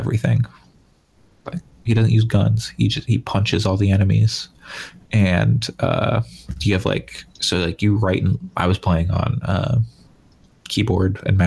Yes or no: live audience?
no